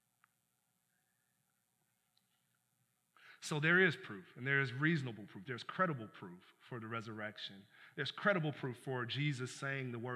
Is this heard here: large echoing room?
yes